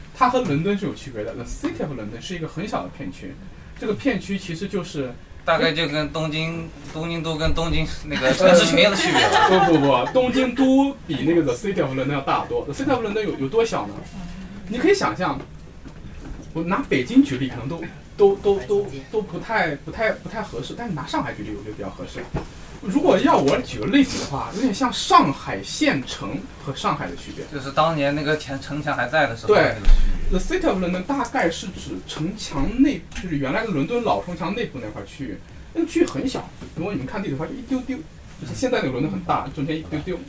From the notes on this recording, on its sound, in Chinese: 这是一期非常放松的谈话，录音环境稍有嘈杂。